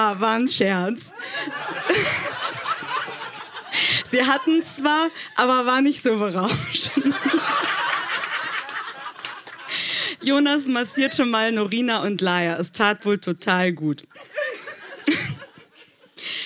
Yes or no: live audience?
yes